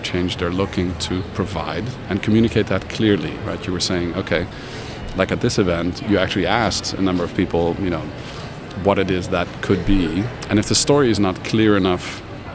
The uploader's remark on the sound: Live at WEC22. Live from Meeting Professional's World Education Congres 2022 in San Francisco.